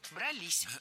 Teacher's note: Не брались, а брались. Опять же, ударным должно быть окончание, которое располагается рядом с возвратной частью «с».